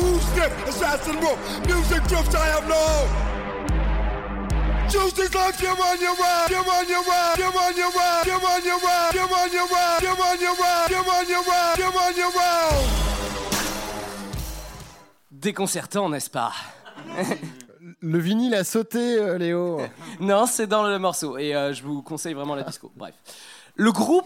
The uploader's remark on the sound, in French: Au menu de cette formule en 50mn avec public offert